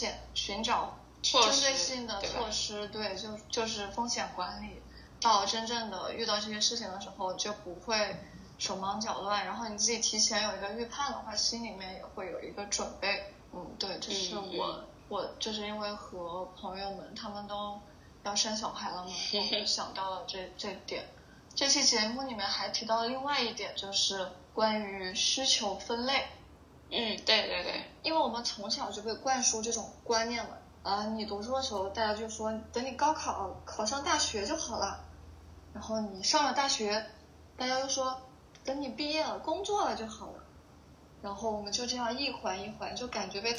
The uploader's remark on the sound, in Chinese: 关于节目目前收音不太好的原因